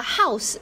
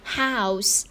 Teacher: 我们在发音的时候一定要把 a 到 u 的一个过渡啊读出来 · Shown in: second take · Term: 双元音